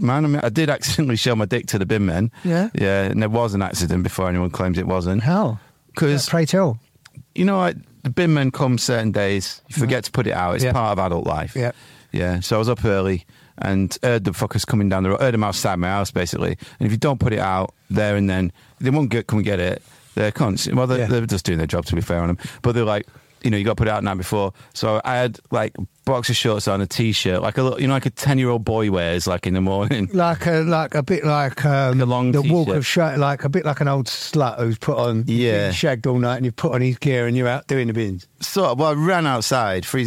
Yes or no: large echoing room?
no